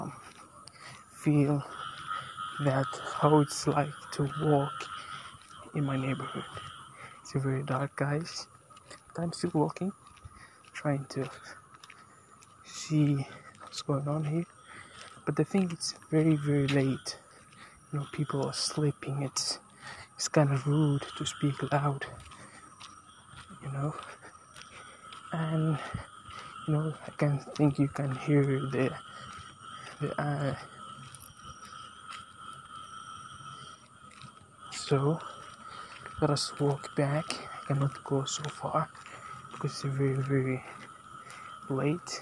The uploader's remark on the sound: Taking a walk outside